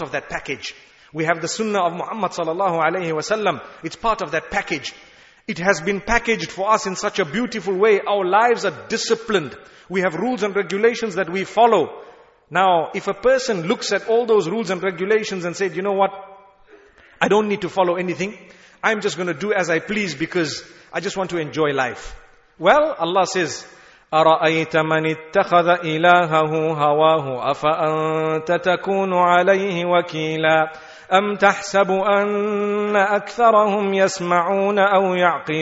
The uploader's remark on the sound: Taraweeh Lecture at Masjidul Quds, Gatesville, Cape Town